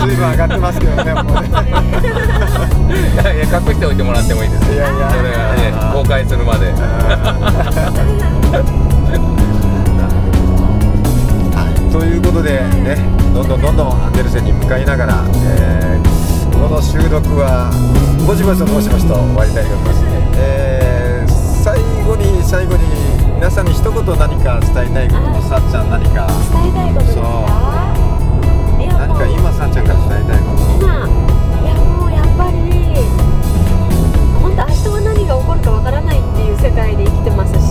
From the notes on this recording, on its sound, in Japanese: 長崎あんでるせんツアー。ドライビング対談収録。